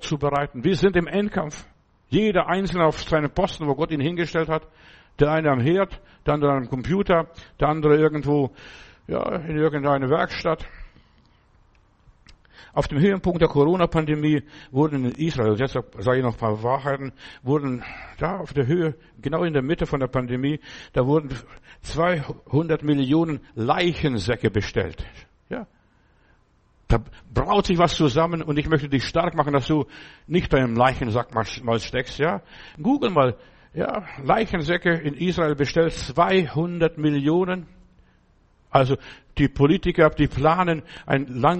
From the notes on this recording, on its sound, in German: im Gemeinde-Zentrum in Berlin aufgenommen